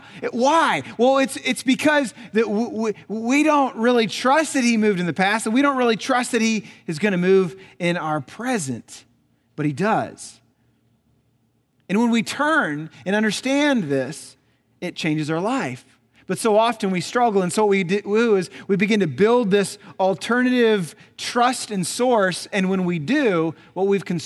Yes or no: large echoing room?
yes